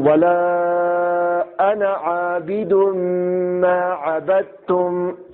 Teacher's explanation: لفظ انا میں نون کے بعد کا الف کہیں نہیں پڑھا جاتا ہے. انا کی طرح پڑھیں گے جبکہ اس پر وقف نہ کریں.